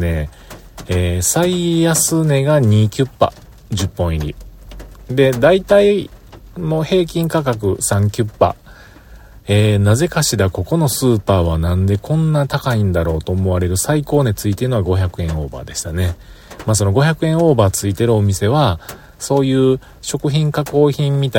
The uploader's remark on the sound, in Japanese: 大気が不安定、そして大粒の雨。車から出られず、収録。